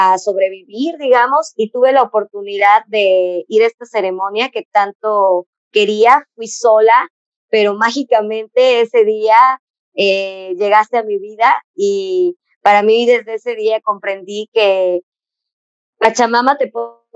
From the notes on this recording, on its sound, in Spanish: Gracias por tu paciencia con el audio